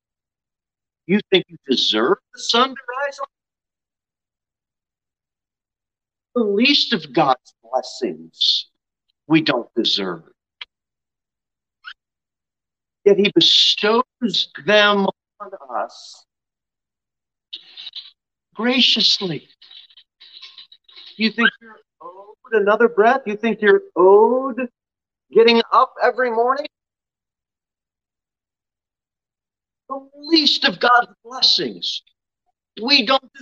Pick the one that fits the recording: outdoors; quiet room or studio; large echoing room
large echoing room